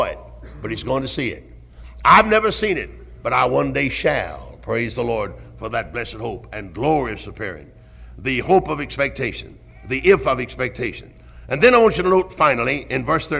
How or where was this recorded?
large echoing room